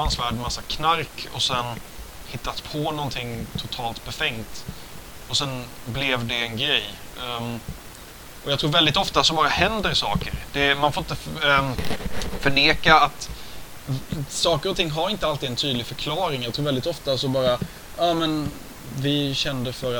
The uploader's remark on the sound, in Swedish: ljudkvalitén är fortfarande inte på topp